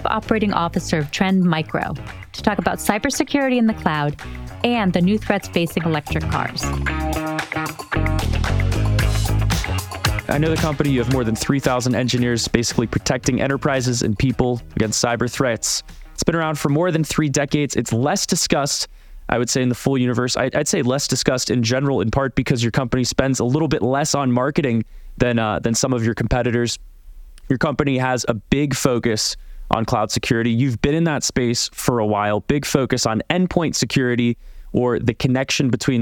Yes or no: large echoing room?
no